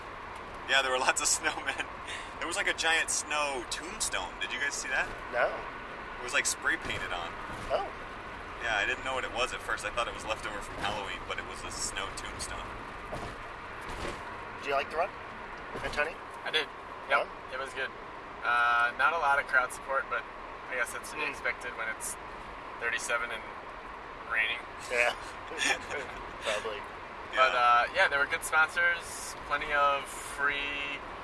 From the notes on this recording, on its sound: Sorry about the sound quality: we recorded this in a car racing down the highway while sleet poured down. Recorded just after we finished the first race: the Cupid's Love Dash 5K, held in Highland Park, Illinois.